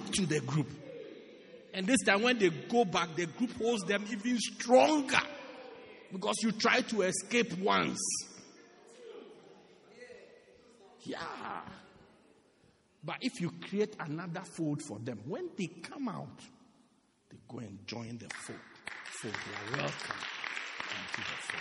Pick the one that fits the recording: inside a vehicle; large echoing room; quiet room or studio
large echoing room